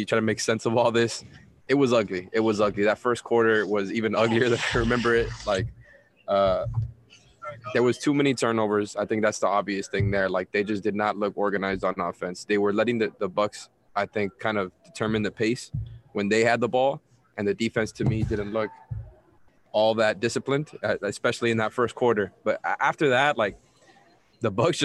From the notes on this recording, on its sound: live from the arena